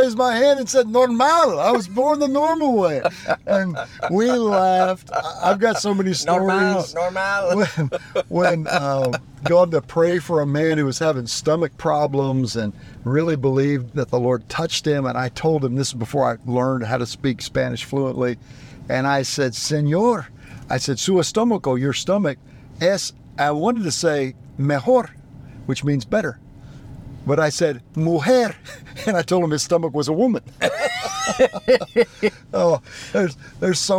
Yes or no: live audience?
no